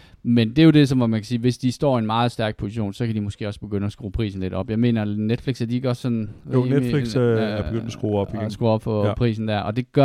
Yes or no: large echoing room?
no